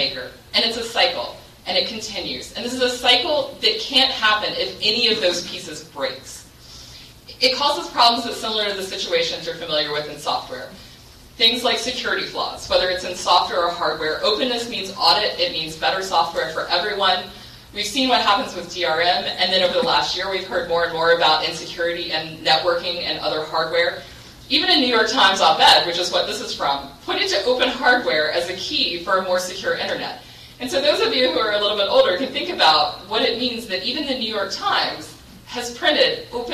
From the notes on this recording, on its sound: gave the next-to-last keynote at Ohio LinuxFest 2014 on 2014-10-25.